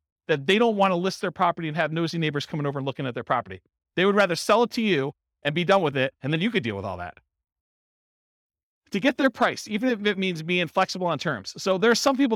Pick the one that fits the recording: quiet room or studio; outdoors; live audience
live audience